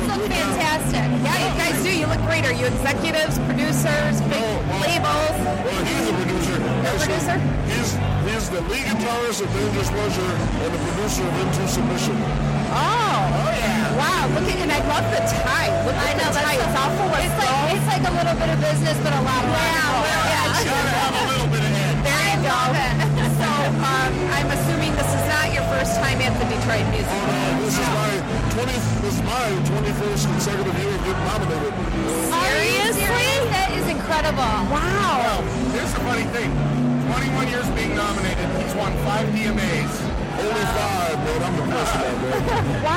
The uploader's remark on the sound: The Nooner Show Live from the Detroit Music Awards.